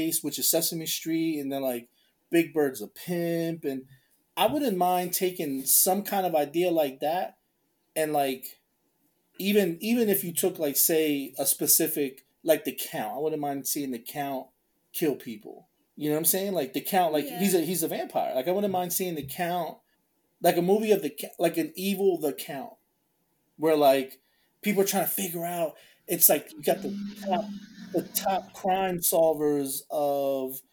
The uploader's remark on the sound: Sorry for the abrupt ending. Technical difficulties...